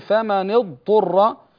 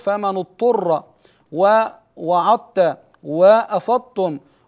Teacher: فهنا يجب إظهار الضاد قبل الطاء، وكذلك الظاء قبل التاء · Shown in: first take